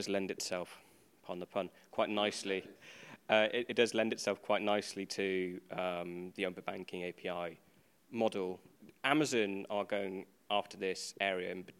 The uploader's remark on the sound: This podcast was recorded on the go at Sibos 2018 and is a rough cut.